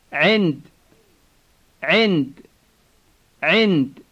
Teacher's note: notice that the first sound is made with the throat muscles tensed.